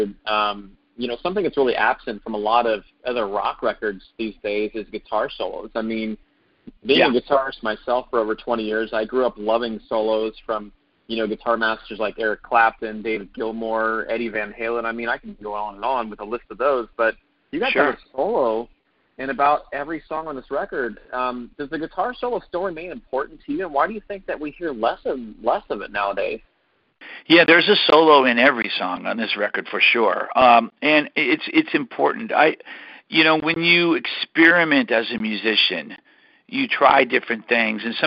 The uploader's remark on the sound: CALL IN LINE